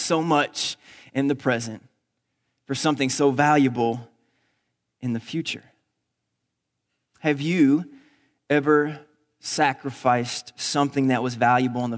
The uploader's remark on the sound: Recorded on October 20, 2019 at Graceland Baptist Church in New Albany, Indiana.